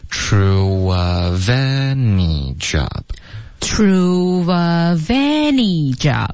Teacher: True of any job. Any 的 A 是主要的重音